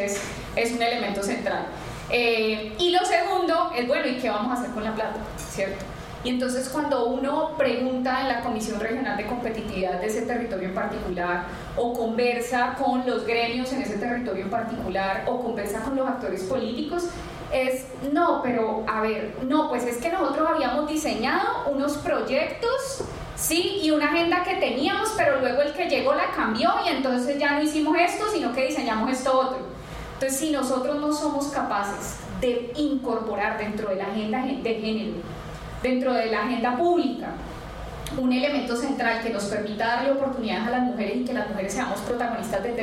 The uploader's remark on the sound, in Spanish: Este podcast es el audio editado de un conversatorio. En el marco de la Semana por la Democracia en la Universidad Icesi.